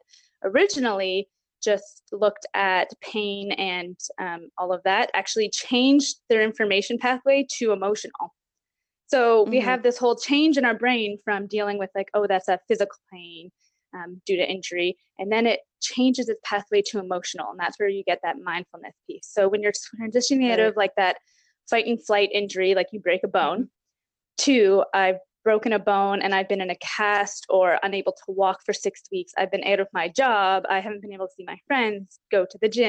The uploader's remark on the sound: Please note we are currently practicing physical distancing due to the Coronavirus and we are recording the the MTP remotely.